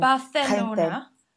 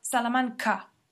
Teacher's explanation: you've got Barcelona with a th, but then you've got Salamanca with a k